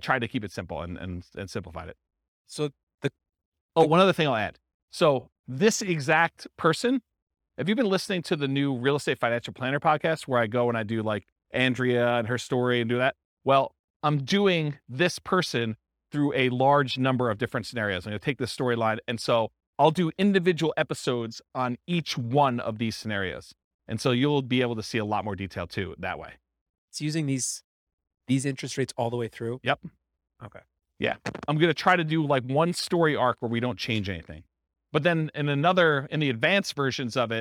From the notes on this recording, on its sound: This was a live class recorded